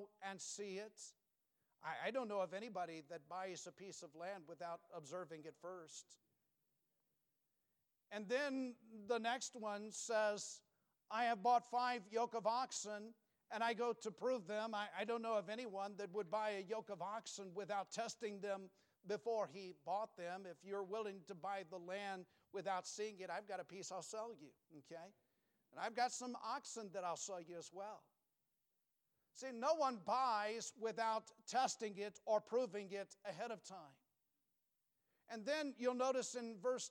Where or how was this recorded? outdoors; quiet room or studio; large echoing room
large echoing room